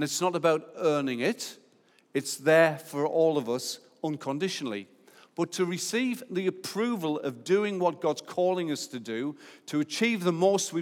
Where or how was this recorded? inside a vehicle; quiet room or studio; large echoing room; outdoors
large echoing room